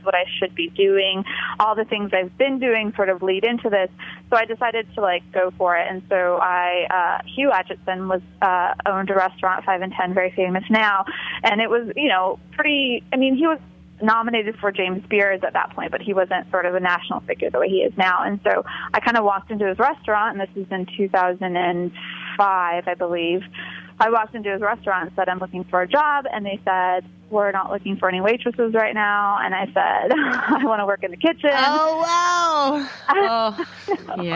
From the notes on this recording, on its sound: joined via phone